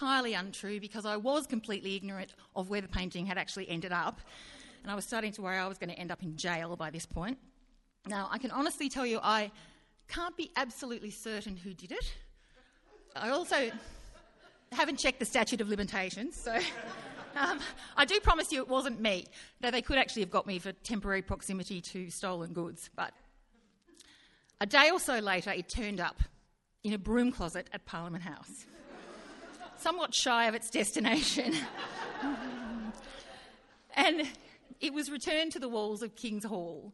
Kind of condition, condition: setting, live audience